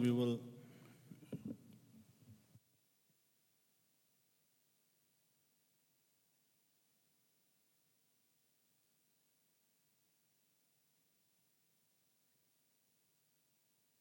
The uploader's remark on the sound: at the Houghton Masjid (West Street)